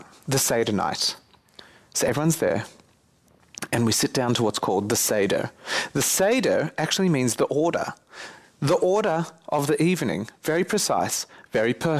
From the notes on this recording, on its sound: This recording is from a lecture given at Spiritgrow.